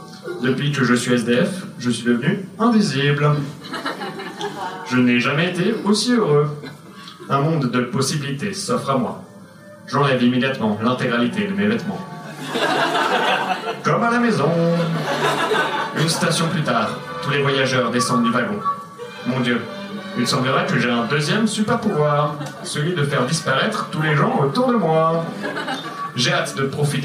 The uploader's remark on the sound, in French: Enregistré en live et en public au One More Joke.